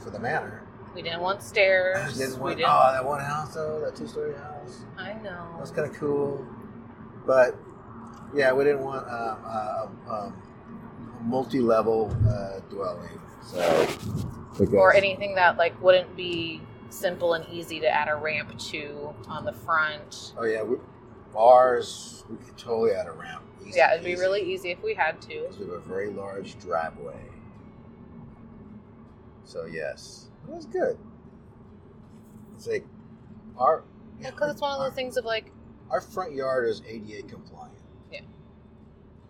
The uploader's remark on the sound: Caution, recorded on the drive home, our voices might sound unusually tinny.